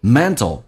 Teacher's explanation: T 跟 L 在一起，在美式发音趋向于发 D 跟 L